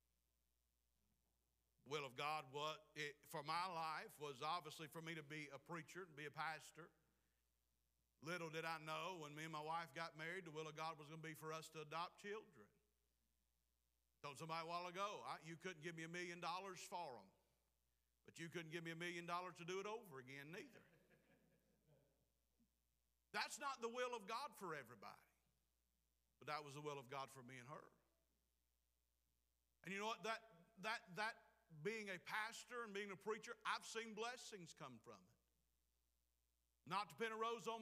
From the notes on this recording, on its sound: Preached at Clifton Baptist Church, Forest Ms.